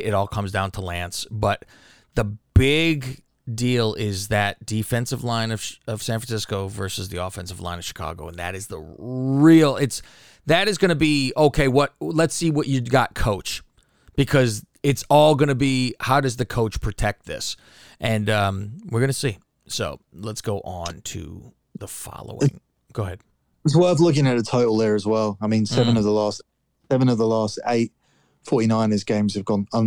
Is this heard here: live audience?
no